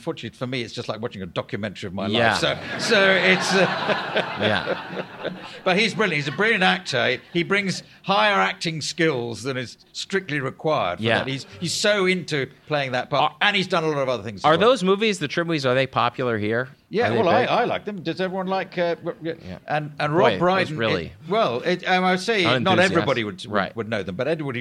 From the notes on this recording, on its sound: First ever on-stage show in the UK. This episode was recorded live at the Edinburgh Fringe.